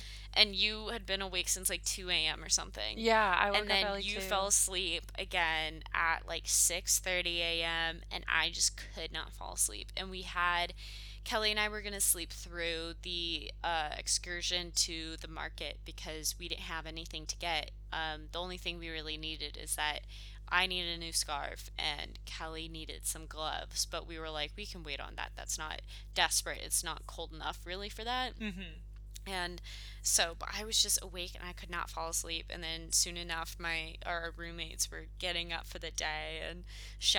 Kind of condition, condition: fault, hum or buzz